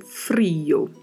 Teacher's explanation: Tem uma marcação maior na letra I e o O mais fechado.